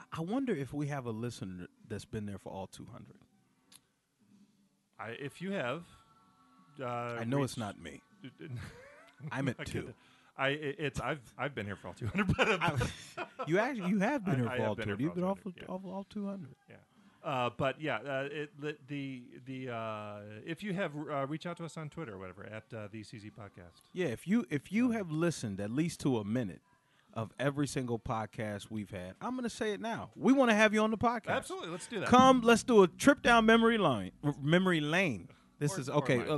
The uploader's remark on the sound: Recorded just minutes before the start of another Funny on the Fly show at The Comedy Zone in Charlotte, NC